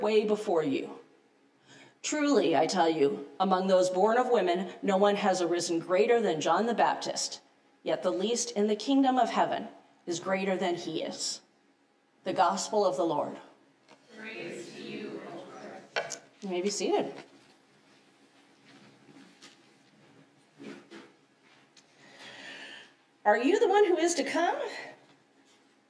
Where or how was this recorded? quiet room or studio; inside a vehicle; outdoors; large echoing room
large echoing room